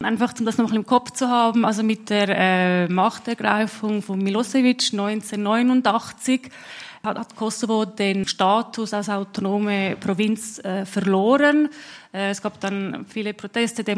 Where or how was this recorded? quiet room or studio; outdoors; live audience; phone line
live audience